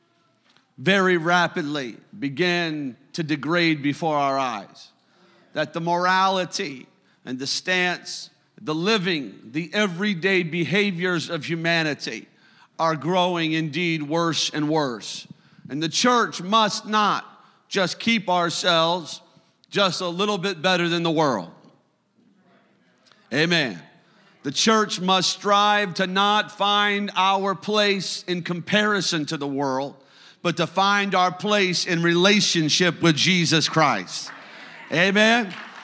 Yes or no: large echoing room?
yes